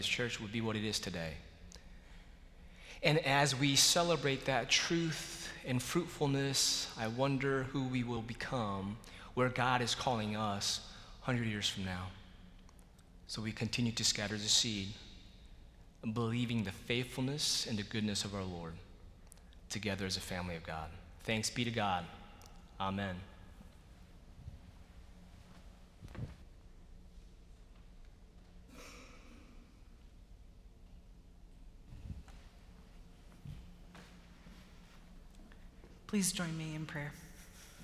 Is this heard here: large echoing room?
yes